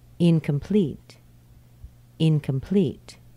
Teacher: Very small schwa sound representing that O.